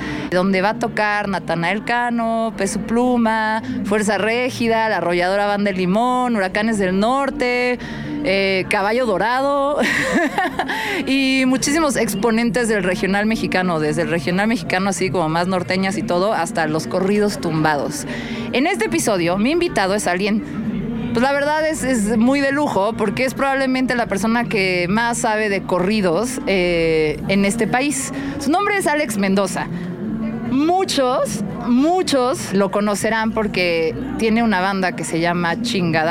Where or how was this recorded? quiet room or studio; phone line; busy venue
busy venue